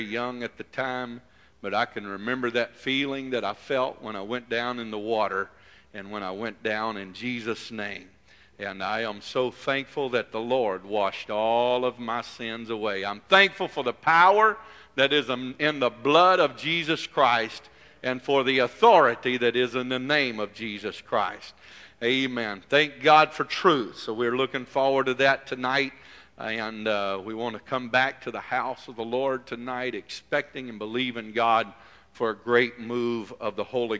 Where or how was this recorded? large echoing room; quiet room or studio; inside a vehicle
large echoing room